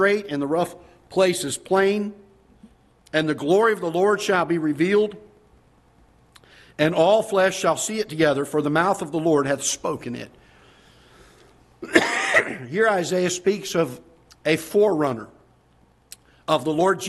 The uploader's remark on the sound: Ketha Heights Baptist Church ~ Live Broadcast.